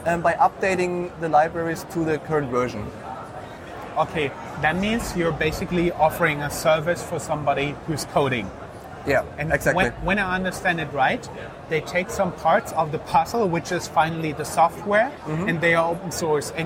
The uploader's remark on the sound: The video interview was recorded at the booth of Frankfurt Forward at Entrepreneur University in Wiesbaden, Germany.